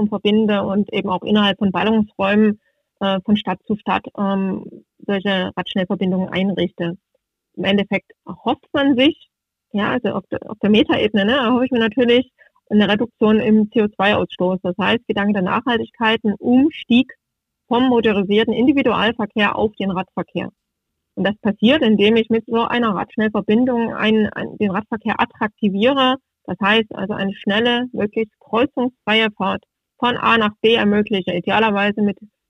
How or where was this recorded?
phone line